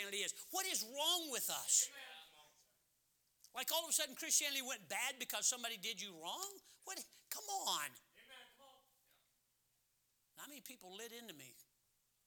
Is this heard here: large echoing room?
yes